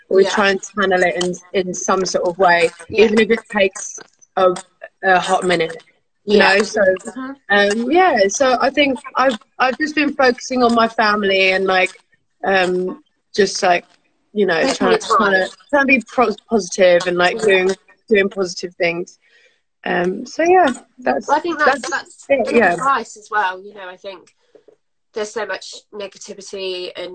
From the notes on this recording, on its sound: Recorded live from our Instagram Live Chat